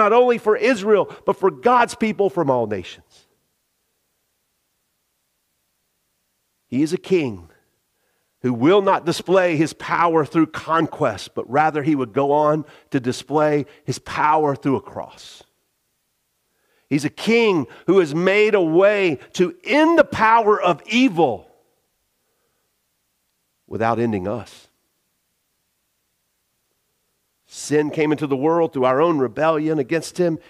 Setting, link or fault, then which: setting, large echoing room